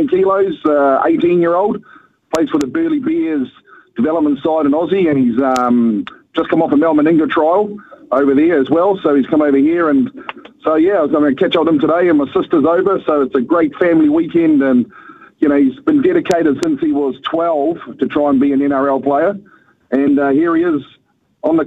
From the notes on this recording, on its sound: We've thrown the phonelines open for you to have your say on the sporting landscape.